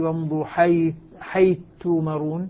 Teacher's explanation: صارت الثاء مع التاء تاء مشددة، وننتبه لإبدال الهمزة عند السوسي طبعا لأنها من قواعده، وسنأتي لشرحها بإذن الله تفصيلا في باب الهمزة الساكنة.